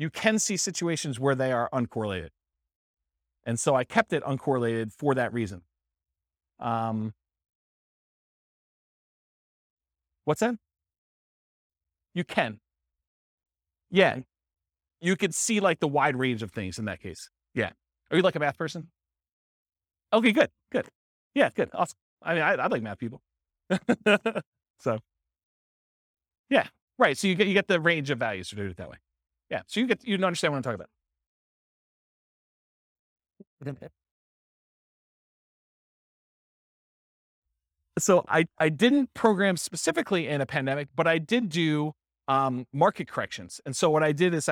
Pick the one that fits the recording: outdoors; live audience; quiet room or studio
live audience